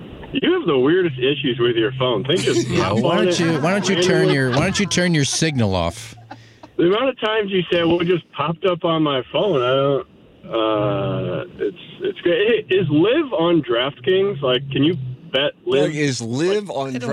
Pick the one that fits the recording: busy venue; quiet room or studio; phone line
phone line